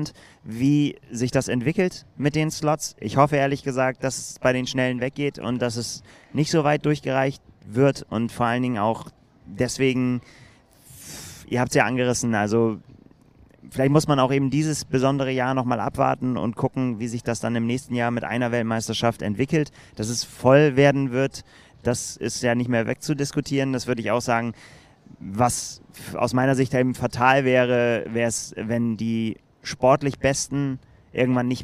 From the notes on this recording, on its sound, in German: Video-Podcast aus Frankfurt. Live auf dem Parktplatz vor der Siegerehrung des Ironman Frankfurt.